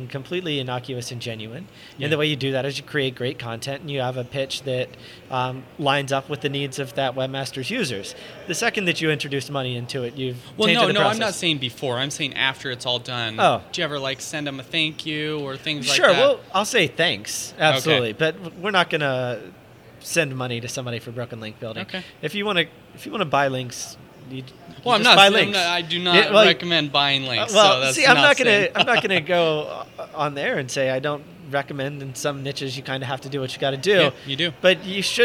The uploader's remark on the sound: In this podcast recorded at Pubcon Las Vegas 2014